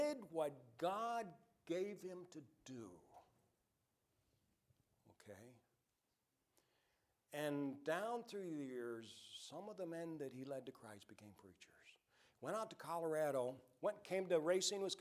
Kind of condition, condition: setting, large echoing room